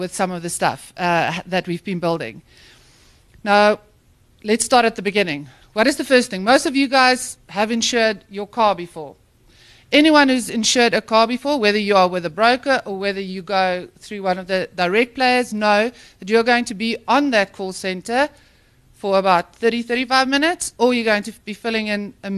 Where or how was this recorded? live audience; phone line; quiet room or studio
live audience